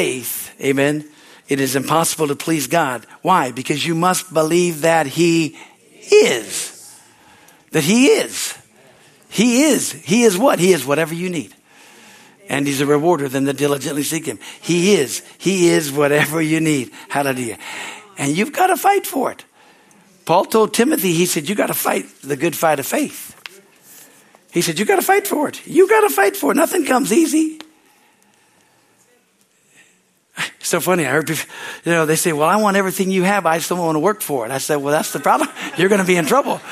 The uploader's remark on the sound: Is from the Sunday service on March 19, 2023 at Harvest Bible Church in Stockton, CA.